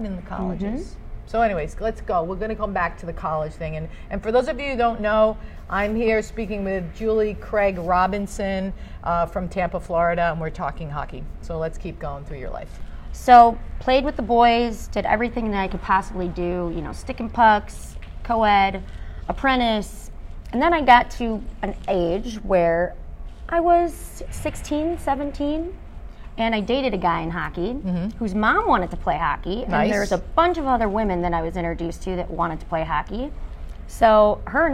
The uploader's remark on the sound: Live from AdventHealth Center Ice